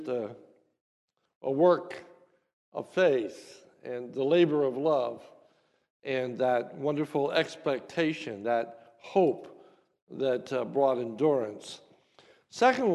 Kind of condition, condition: setting, large echoing room